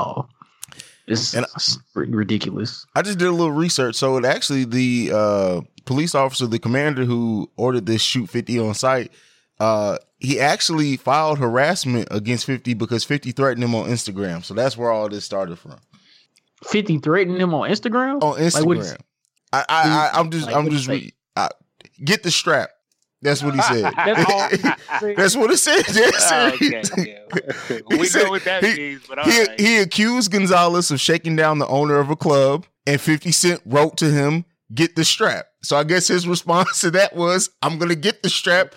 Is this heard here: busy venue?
no